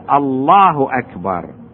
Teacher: يفخم اسم الجلالة ويفخم الراء والباء من أكبر، ممكن يقول أكبر فرققها مو غلط لكن مو فصيح.